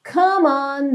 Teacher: Como é do come, não é pronunciado, você já liga direto esse M no on